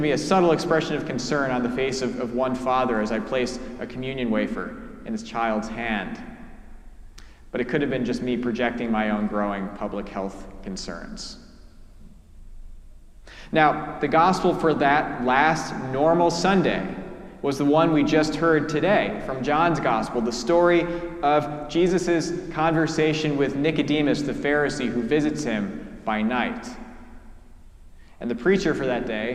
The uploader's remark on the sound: preached at our celebration of the Holy Eucharist on the Second Sunday in Lent